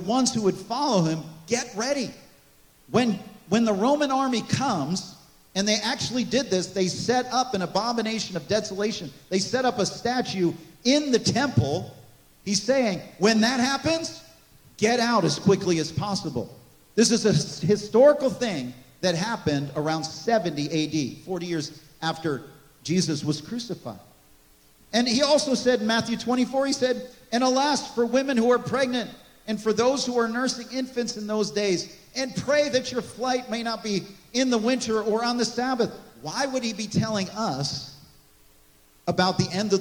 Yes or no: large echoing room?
yes